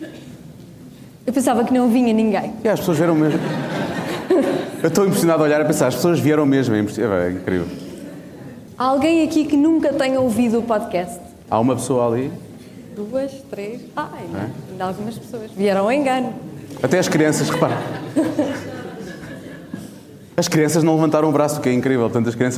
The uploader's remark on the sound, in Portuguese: A nossa estreia ao vivo